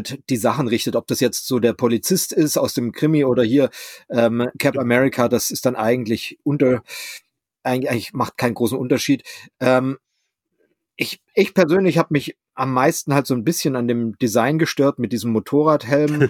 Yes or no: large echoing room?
no